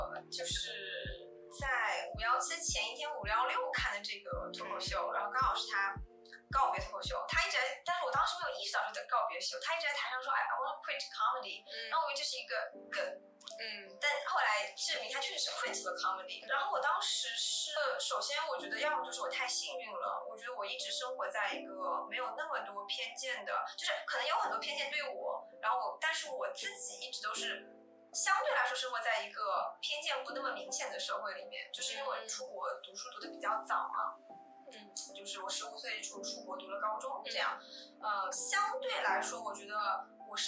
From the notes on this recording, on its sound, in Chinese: 这是我录制的第二期播客，在技术上我遇到了一些难题。虽然剪辑了三遍，但是声音效果还是有很大的提高空间。